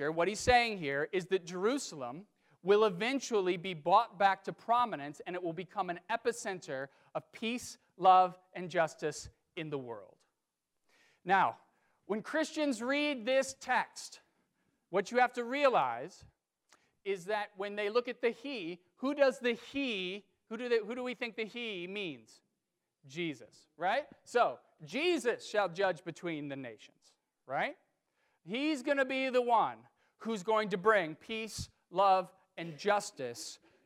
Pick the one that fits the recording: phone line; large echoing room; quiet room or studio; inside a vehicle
large echoing room